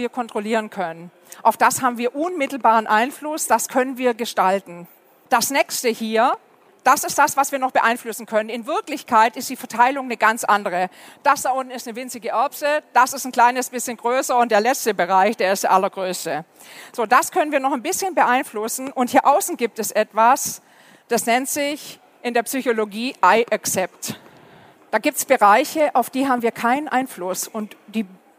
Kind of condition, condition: setting, busy venue